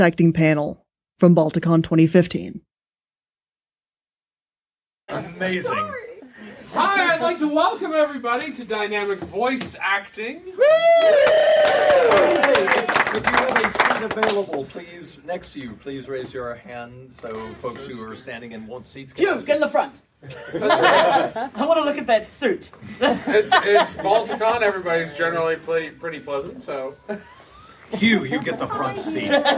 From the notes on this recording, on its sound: Balticon Bonus Episode 1. This is a panel from Balticon 49, entitled Dynamic Voice Acting.